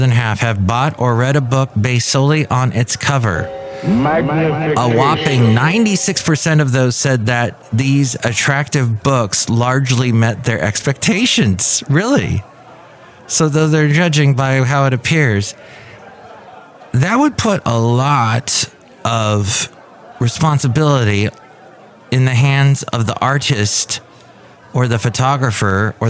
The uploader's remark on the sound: Podcasts live from Café Anyway.